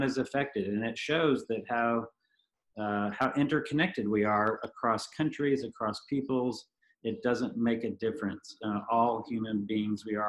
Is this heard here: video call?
yes